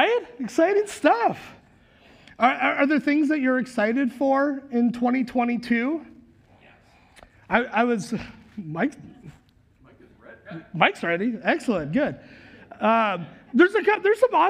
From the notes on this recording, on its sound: Recorded live at Word of Life Church in Le Sueur, Minnesota on January 2nd, 2022